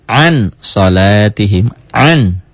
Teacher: Bunyi n-nya tidak an lagi. Karena apa? Setelah nun matinya ketemu huruf ikhfa.